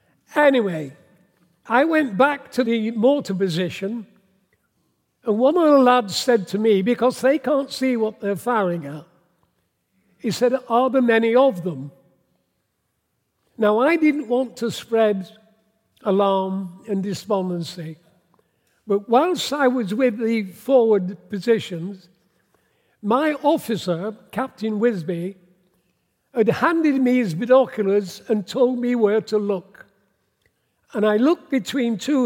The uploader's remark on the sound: Taken from the 2021 Gloucester History Festival